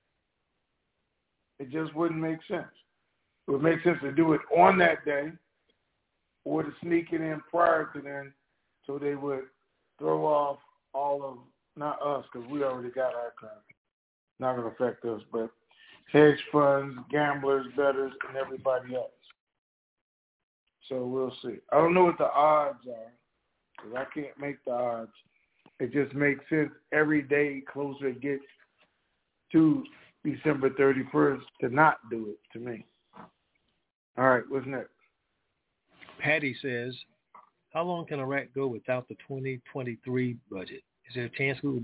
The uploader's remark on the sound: TNTSuperfantastic Conference Call